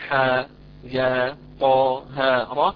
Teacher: أما إن جاء هكذا متطرفا مثل حاء يا طا ها را، فلا مد فيه أكثر من حركتين